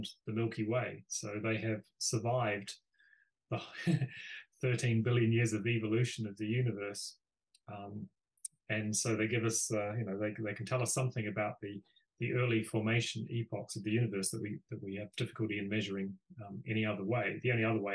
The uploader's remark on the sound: This podcast was recorded on Zoom.